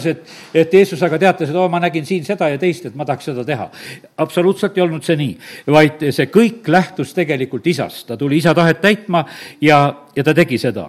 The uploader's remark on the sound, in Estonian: Audio salvestus koosolekult